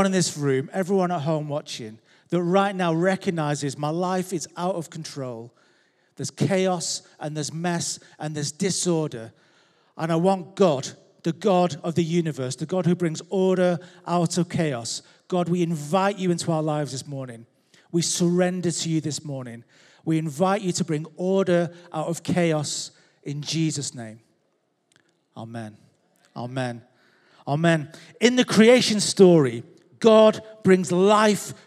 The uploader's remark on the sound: Recorded live at Life Church Lancashire 29th January 2023